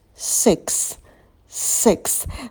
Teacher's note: На звуке «с» у нас тело языка стремится наверх, звук получается немного шепелявым, мы его растягиваем. Six. И потом краткий «и».